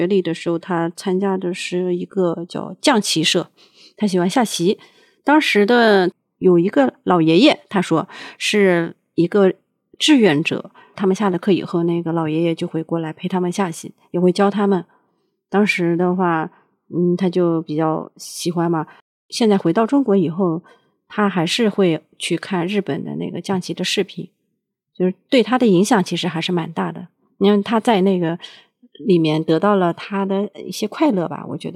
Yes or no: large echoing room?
no